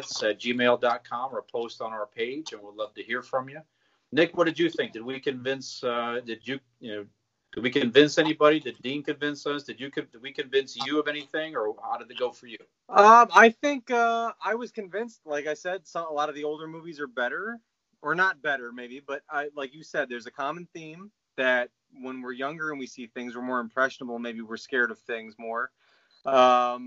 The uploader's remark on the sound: We recorded via video call for first time to remain safely distant as 2 of us were exposed to COVID (excuse our audio).